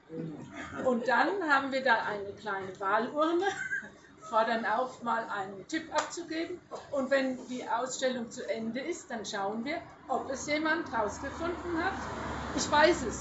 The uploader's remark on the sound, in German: Heute möchten wir von der Eröffnung der neuen Ausstellung erzählen. Live-Mitschnitte der Eröffnungsreden.